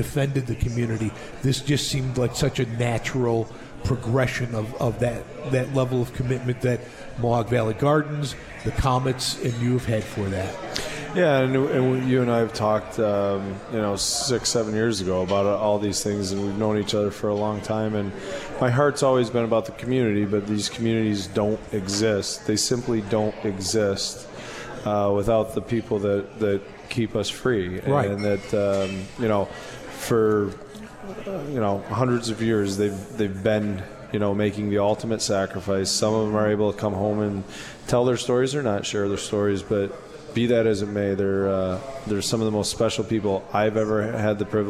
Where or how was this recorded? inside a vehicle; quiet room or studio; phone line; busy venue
busy venue